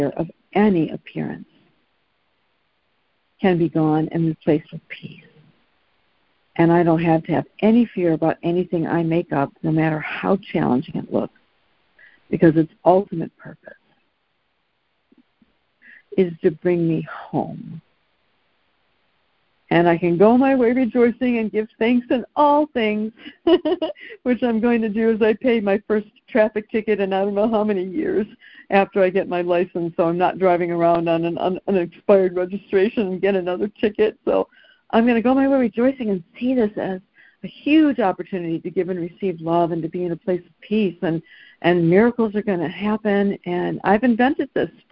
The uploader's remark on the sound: ACIM Daily Conference Call